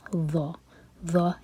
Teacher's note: ظلم، تین لیٹر والا ورڈ ہے، تینوں پر فتحہ، تو پہلے لیٹر پر زور دیا جائے گا اور یہ ہے ظ، زبان کی ٹپ باہر ہونی چاہیے اور منہ بھر کر پڑھیں گے